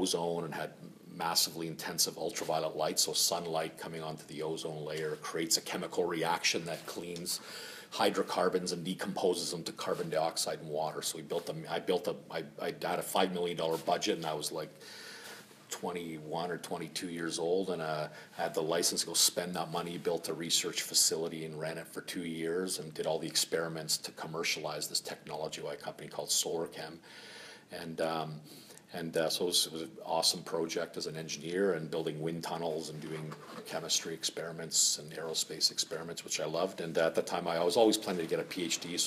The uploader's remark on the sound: Recorded at LEx Toronto LC LExLunch on May 10, 2017.